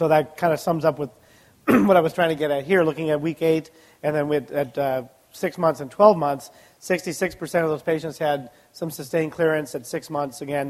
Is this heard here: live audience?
yes